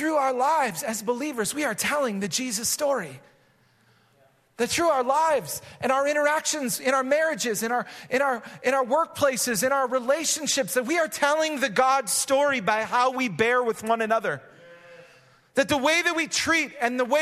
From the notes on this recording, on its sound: Recorded live at Hope Church in Springfield, MO.